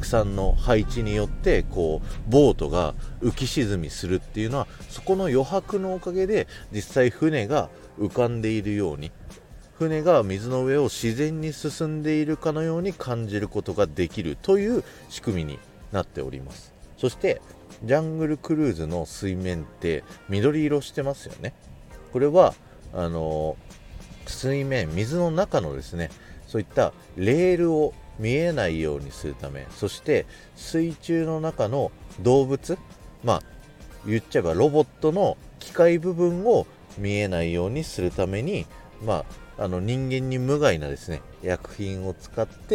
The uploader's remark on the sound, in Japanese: ノー編集。東京ディズニーランドアドベンチャーランドのジャングルクルーズの前から聞いてください。